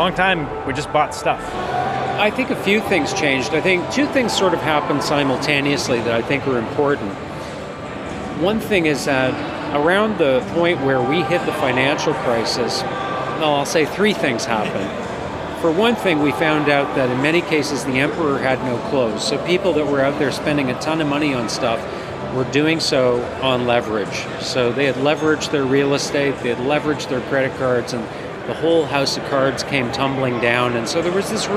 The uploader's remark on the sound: An audio interview recorded outside The Car Wash Show trade show floor.